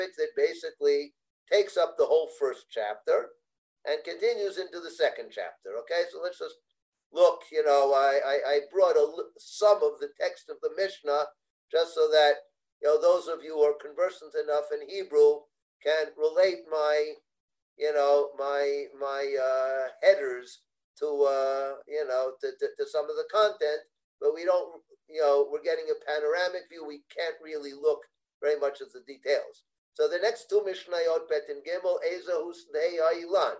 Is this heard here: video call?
yes